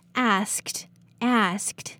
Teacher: The ed here is pronounced t. It is because the ed is behind the voiceless sound k. k. So to make it easier to pronounce, the ed will sound more like t here.